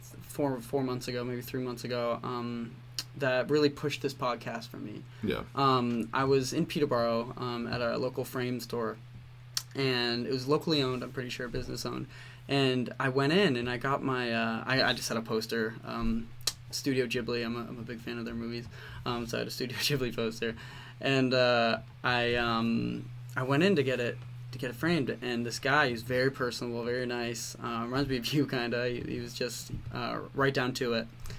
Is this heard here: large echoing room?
no